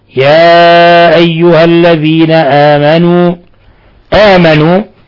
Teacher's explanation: آمنوا تقدمت الهمزة على حرف المد، هذا اسم مد بدل، سائر القراء يقصرونه ما عدا ورشا فله فيه 3 البدل القصر والتوسط والإشباع.